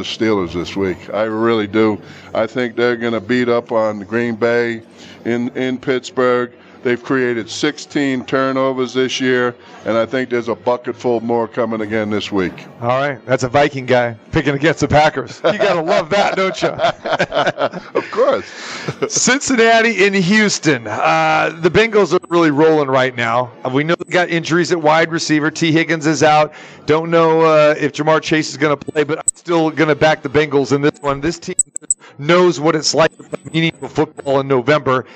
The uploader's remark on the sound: Live from the Super Book at Westgate Las Vegas